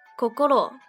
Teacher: 第一个 o 的母音基本上是不出声的 · Term: 母音无声化